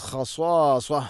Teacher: ഖ തൊണ്ടയുടെ മുകൾ ഭാഗമാണ് ഖ